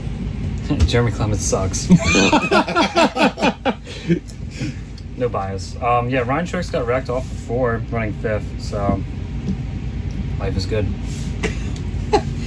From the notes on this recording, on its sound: Live From The Camper. Special edition of the Racing Addicts recorded from the camper at Darlington Raceway after the recent race weekend.